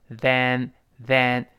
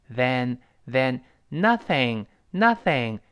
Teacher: 你看舌尖跟上牙摩擦的声音